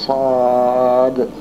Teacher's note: ككلمة صاد مثلا، هذا الحرف صاد أيضا توفر فيه هذا الشرط، لأن الألف الموجود في وسط هذه الصاد، صاد هذا الألف الذي بالوسط سبقه حرف الصاد وهو حرف مفتوح، فإذا الألف يكون حرف مد وبعد هذا الحرف دال والدال ساكن، فإذا يجب مده